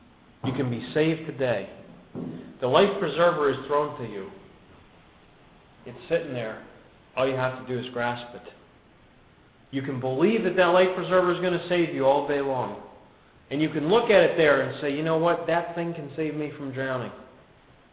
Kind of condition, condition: setting, large echoing room